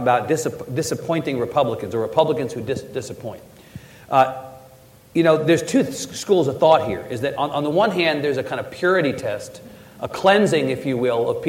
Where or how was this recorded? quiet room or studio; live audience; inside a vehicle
live audience